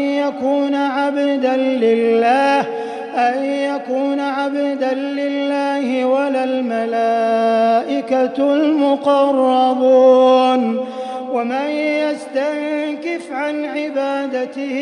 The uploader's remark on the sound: Ramadan 2020 Taraweeh Prayer in Masjid Al Haram, Makkah, Saudi Arabia